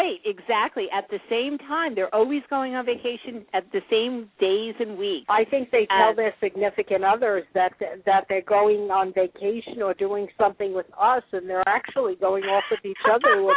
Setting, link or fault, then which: link, phone line